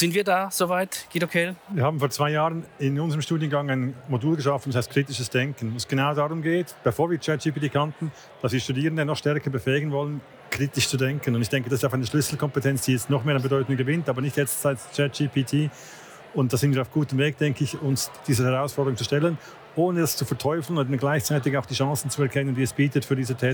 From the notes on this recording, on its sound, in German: Am jährlichen Branchenevent IAM live 2023.